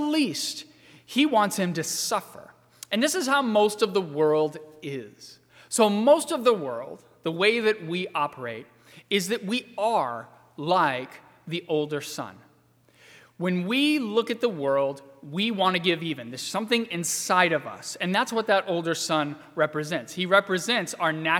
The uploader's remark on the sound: during the 10:30 AM service on Sunday March 29, 2020, at First Presbyterian Church of Arlington Heights, Illinois.